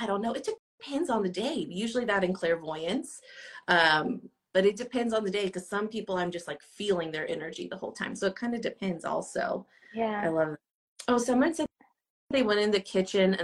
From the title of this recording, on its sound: Instagram Live